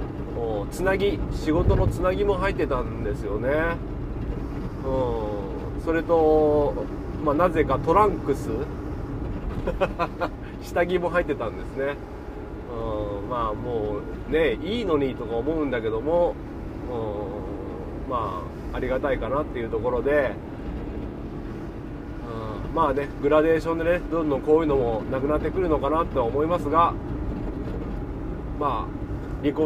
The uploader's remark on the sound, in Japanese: 軽トラを運転しながらダラダラと。